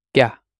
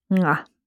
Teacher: you might sometimes hear this ga pronounced as nga. Might be a more nasal sound.